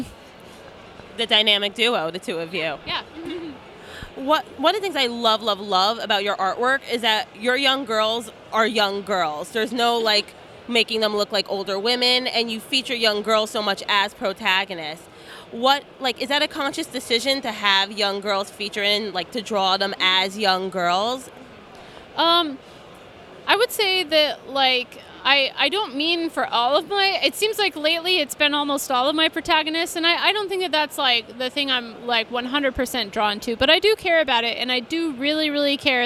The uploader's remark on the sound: Interview at Five Points Festival 2017